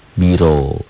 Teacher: Ro-nya tebal. Tafkhim. Karena baris di atas.